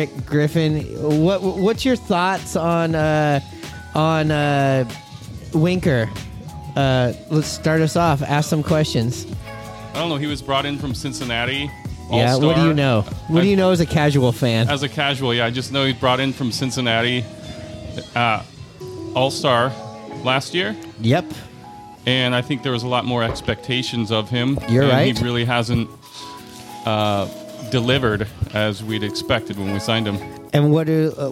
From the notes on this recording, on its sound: Live from The Cabin in Richmond Beach. Recorded at 'The Cabin' in Richmond Beach in Shoreline, WA.